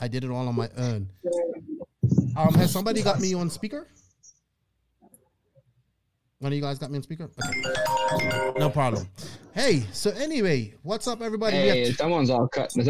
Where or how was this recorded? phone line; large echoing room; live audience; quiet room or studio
phone line